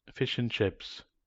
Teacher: We usually delete the d of and in a phrase.